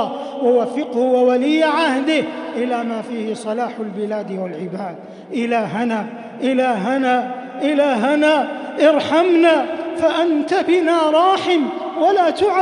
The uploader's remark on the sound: Taraweeh Prayer in Masjid Al Haram, Makkah, Saudi Arabia